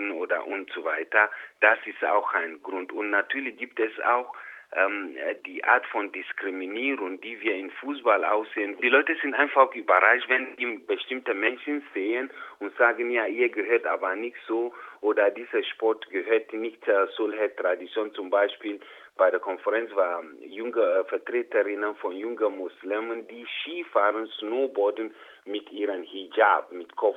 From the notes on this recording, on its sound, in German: Telefoninterview